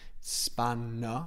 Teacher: Again, we don't pronounce the R.